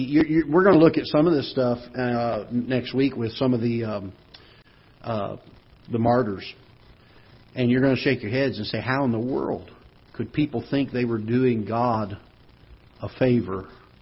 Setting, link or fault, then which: setting, large echoing room